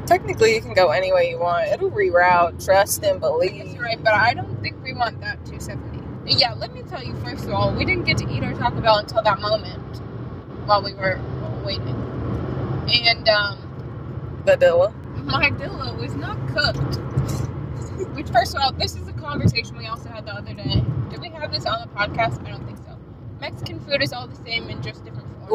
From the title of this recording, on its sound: Carcast